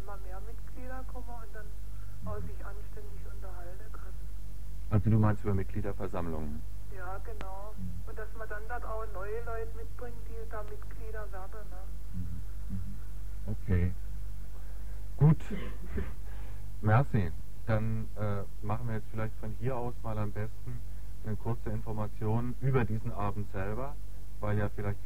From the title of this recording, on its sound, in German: Telefoninterview